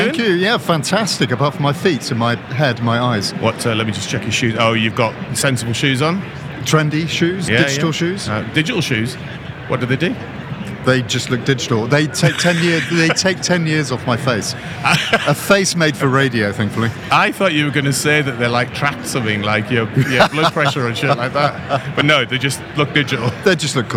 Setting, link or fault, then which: setting, busy venue